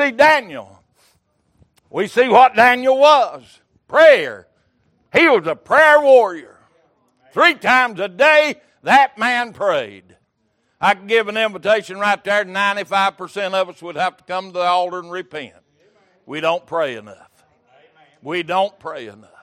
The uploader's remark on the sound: Recorded January 15, 2023 - Sunday Morning Service